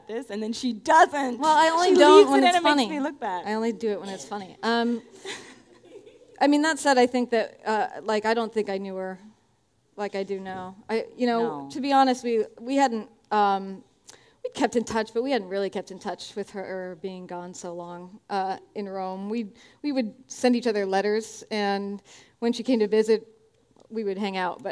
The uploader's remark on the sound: We explore the concept of synchronicity live on stage in Seattle. We also take audience questions.